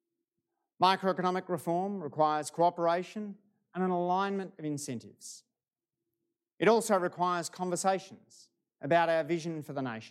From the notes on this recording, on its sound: This recording is from a live event held at the University's Chau Chak Wing Museum on Monday 17 October.